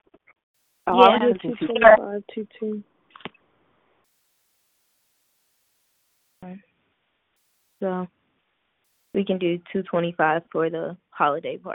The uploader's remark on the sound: The Club will NOT meet in person. The meeting will convene via conference call.